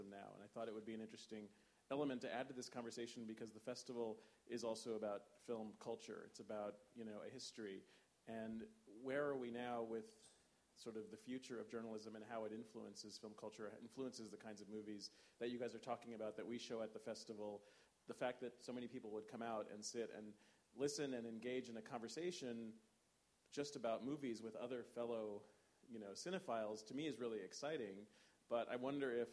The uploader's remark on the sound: Gathered with a packed room at the New York Film Festival to record this week's episode. Which also included a lively audience Q&A. Special thanks to the Film Society of Lincoln Center for hosting this week's episode at the Elinor Bunin Munroe Film Center.